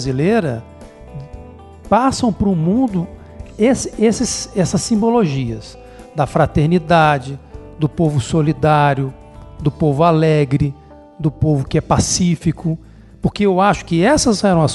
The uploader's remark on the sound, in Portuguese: Gravada no centro espírita Eurípedes Barsanulfo em Curitiba/PR.